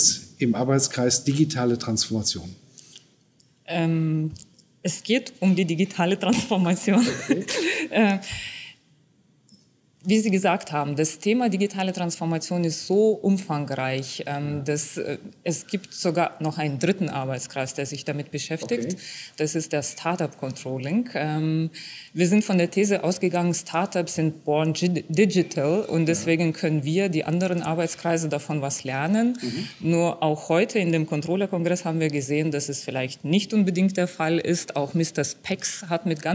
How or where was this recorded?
busy venue